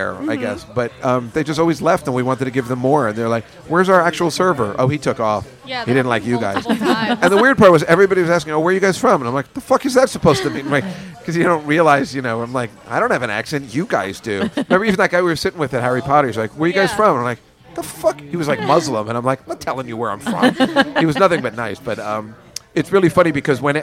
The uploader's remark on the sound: Live from Tommy Bahamas. Taped at Tommy Bahama’s Restaurant in Times Square, New York City on October 8, 2016. Friends and family gather around to talk comedy, nonsense, news and politics on this milestone podcast.